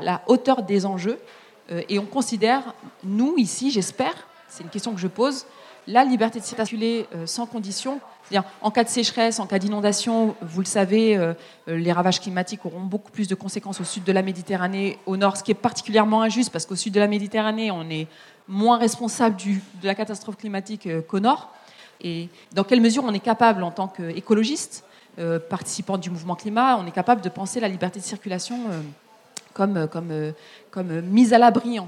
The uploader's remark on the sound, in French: Conférence enregistrée en public à la REcyclerie.